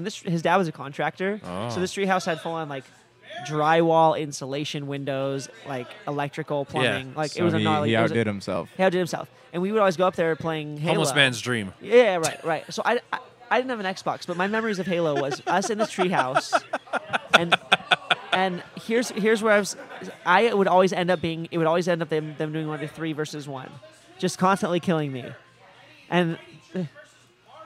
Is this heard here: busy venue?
yes